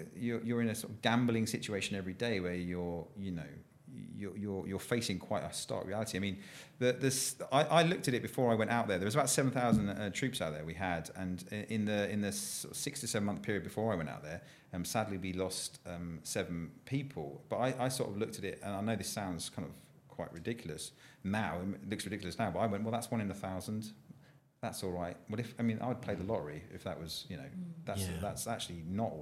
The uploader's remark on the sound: conversation recorded at the Classic Car Show at the NEC